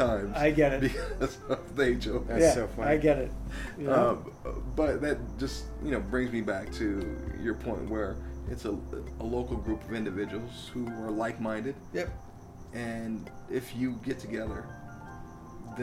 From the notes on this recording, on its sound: On the third installment of the poolside podcast, we sat down. Outside of his Orange County home. Amidst the candlelit ambience.